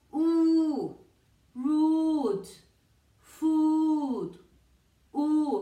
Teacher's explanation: La lengua al final de la boca y hacer el sonido largo. · Term: La U larga